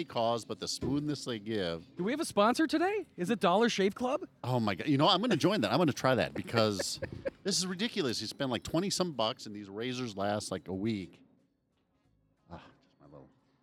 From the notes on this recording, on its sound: Recorded on location at Nonna Rosas Wine Bar. We sat outside on the patio.